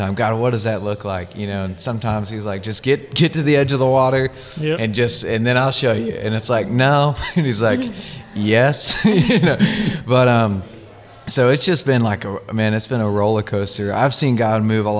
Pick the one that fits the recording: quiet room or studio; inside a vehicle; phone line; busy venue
busy venue